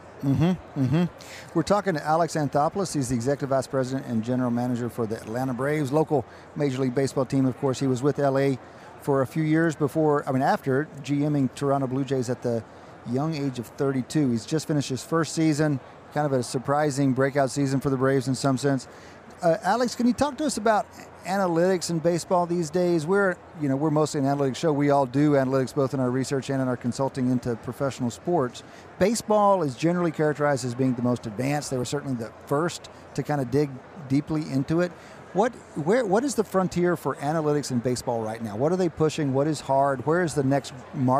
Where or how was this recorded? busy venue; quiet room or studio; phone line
busy venue